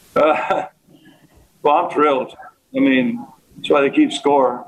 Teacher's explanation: it's a little bit monotone, a little bit of vocal fry